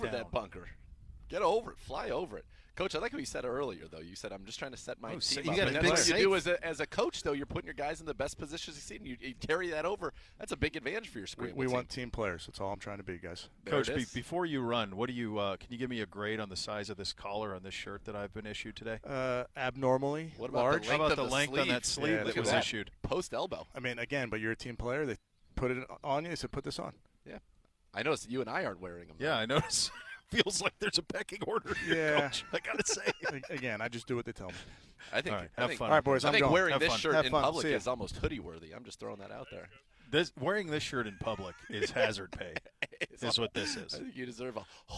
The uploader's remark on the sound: The guys broadcast live from the 22nd Annual Cleveland Browns Foundation Golf Tournament, presented by Key Private Bank and in association with University Hospitals and Direct Travel, at Westwood Country Club in Rocky River.